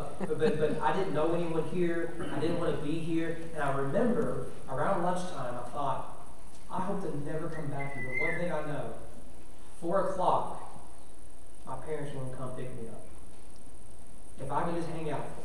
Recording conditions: large echoing room